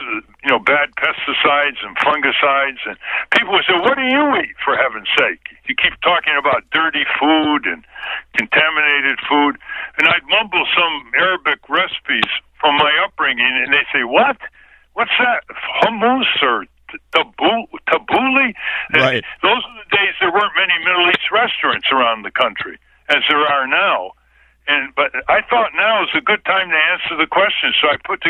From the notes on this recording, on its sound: called into the show on June 10, 2020